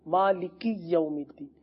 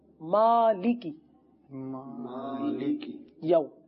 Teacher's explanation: کاف کو یا کے ساتھ اس طرح مدغم کر دیا، ملا دیا، کہ یا پر گویا تشدید بنا دی · Shown in: first take · تشدید ادا کر رہے ہیں ہم، مالک یوم الدین.